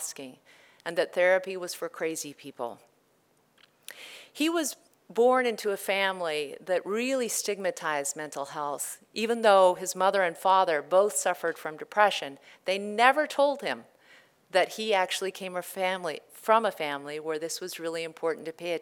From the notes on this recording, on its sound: In this live presentation